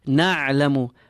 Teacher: Ayn. Feel the restriction in the center of your throat.